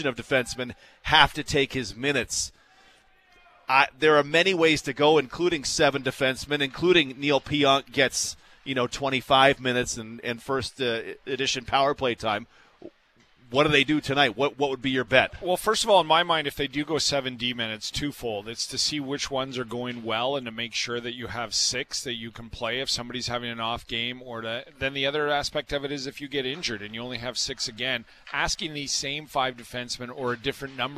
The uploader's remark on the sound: Live from Canada Life Centre, ahead of Game 4 between the Jets and the Golden Knights.